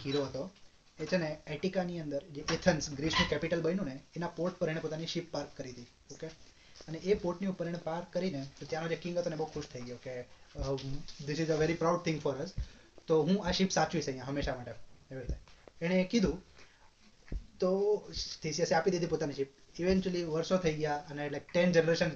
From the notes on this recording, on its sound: Apologies for bad audio.